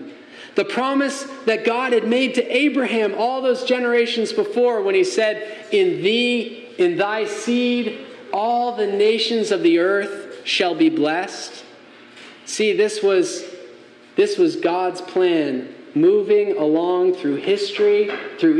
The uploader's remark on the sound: Message delivered Sunday, May 14, 2023 at Mt Carmel Primitive Baptist Church, Bel Air, Maryland